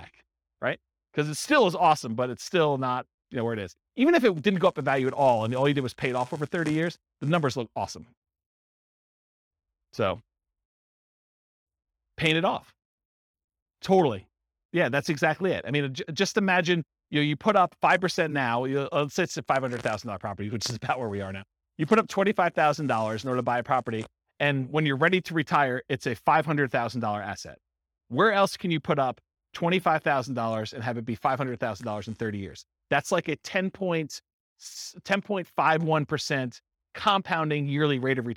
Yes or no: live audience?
yes